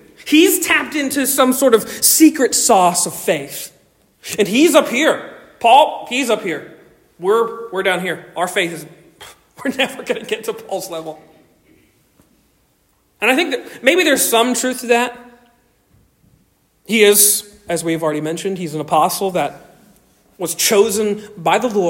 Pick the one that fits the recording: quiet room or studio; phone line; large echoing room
large echoing room